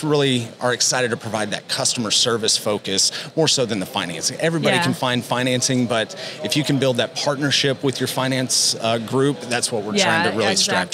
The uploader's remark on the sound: NATDA Live Episode. Episode recorded at NATDA.